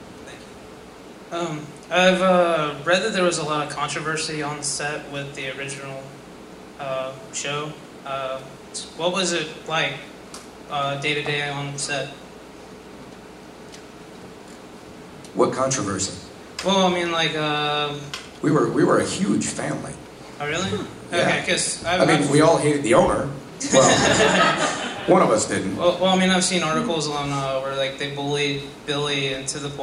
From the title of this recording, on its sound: Panel from Pensacon 2016